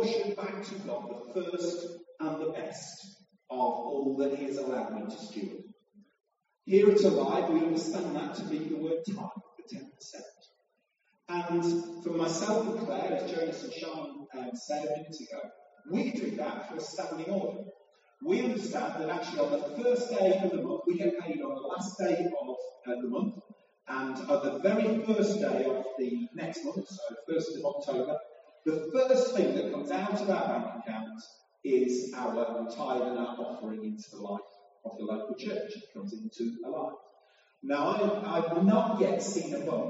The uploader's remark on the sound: Apologies for the sound quality. Due to a technical problem we ended up using a less than ideal solution.